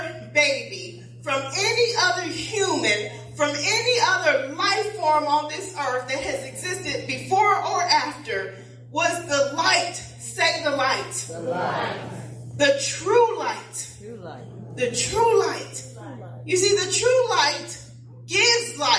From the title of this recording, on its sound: Praise and Worship Service